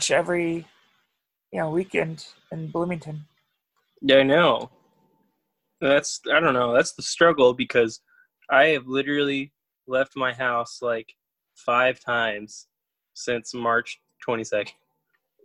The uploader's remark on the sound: Zoom Edition.